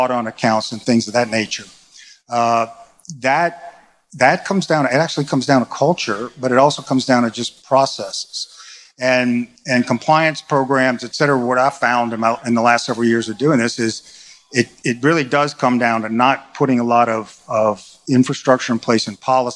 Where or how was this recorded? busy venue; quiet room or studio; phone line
busy venue